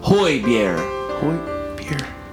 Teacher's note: You don't pronounce the G at the end, so you get Bier.